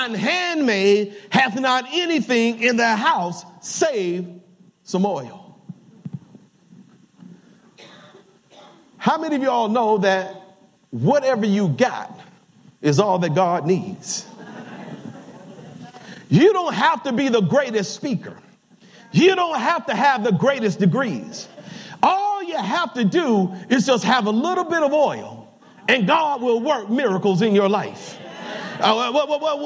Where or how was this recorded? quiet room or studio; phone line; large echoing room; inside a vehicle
large echoing room